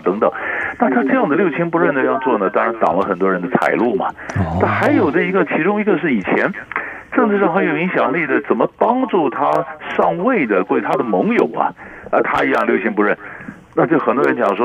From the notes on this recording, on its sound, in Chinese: 連線訪問。